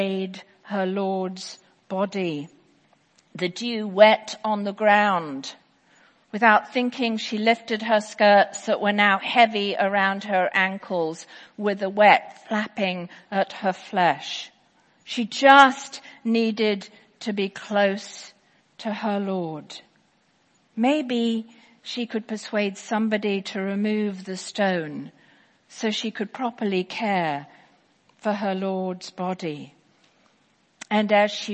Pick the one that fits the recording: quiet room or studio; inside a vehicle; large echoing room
large echoing room